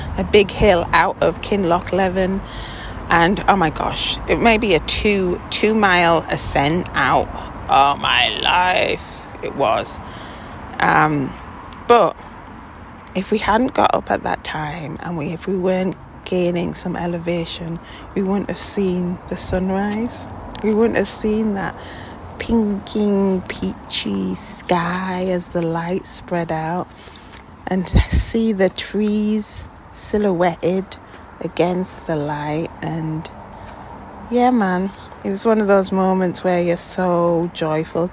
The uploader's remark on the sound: Is recoding this episode out on location while walking The West Highland Way. A 96 mile hike from the lowlands to the highlands of Scotland. Talking through the wind and rain.